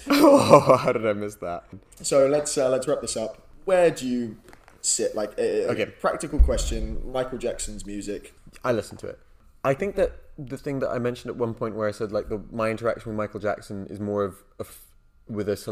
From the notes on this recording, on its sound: excuse minor echo in audio